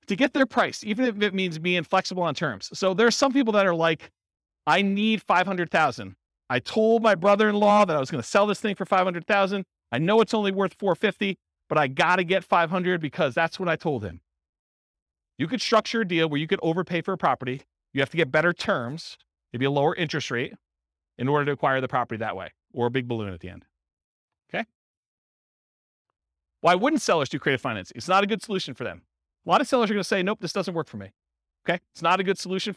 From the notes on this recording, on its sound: Boise, Idaho. This was a live class recorded.